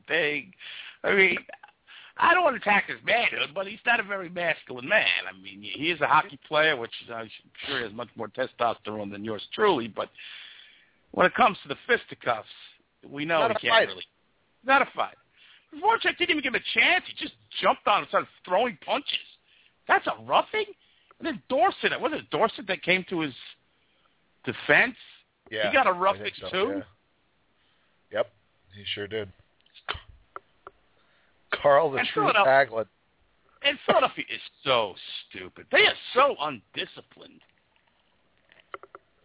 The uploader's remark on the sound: Anything goes on the Underground, we take your calls, and there is a live chat throughout the entire show.